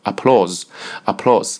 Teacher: Applause 重音在 P-L-A-U 上面啊